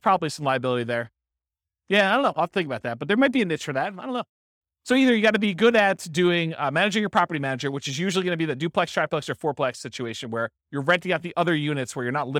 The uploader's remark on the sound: This was a live class recorded